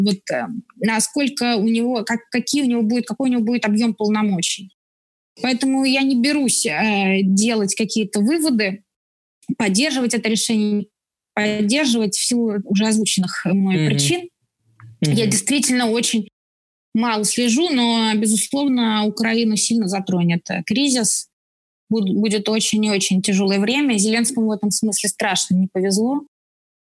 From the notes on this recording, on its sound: This episode was recorded on April 25th, 2020 via Zoom.